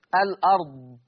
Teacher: طب لما يعمل نقل هشيل الهمزة وحط الحركة بتاعتها على اللام فتبقى لام مفتوحة · Term: النقل